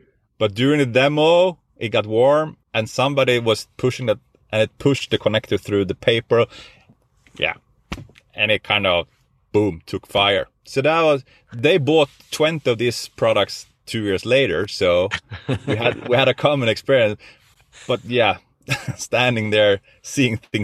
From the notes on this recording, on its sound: now it's the time for someone to record from his car!